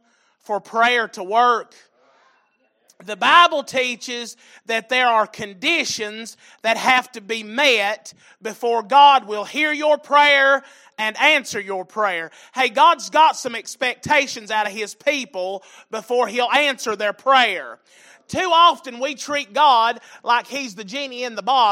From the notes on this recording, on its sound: Sunday Evening Service